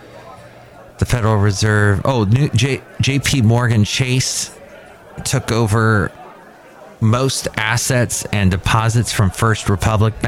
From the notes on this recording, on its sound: podcasts live from Café Anyway